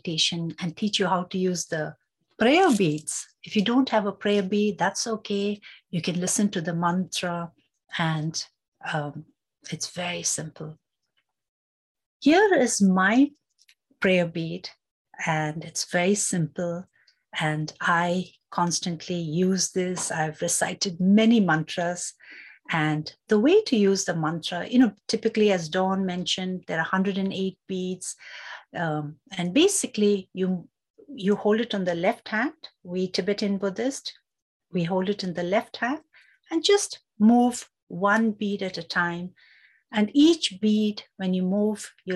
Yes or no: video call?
yes